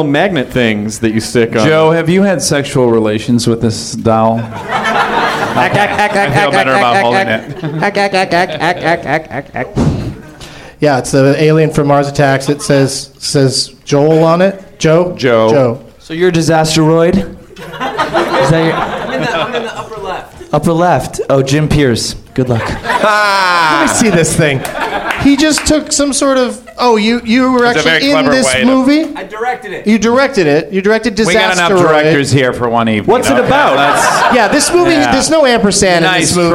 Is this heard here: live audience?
yes